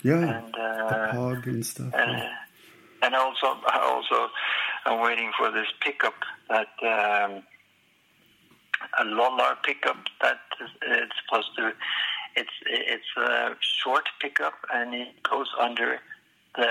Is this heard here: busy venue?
no